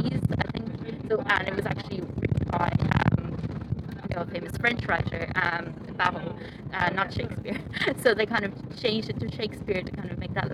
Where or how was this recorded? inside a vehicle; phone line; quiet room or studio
inside a vehicle